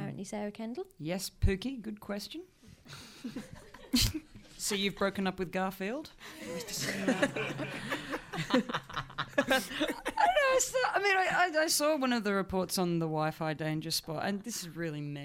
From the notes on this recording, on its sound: Answer questions on current events from the audience at the Soho Theatre in London.